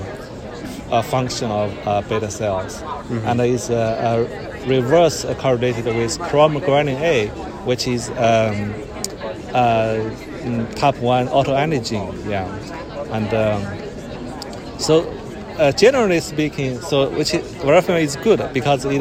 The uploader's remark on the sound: recorded during the ADA 2023 Conference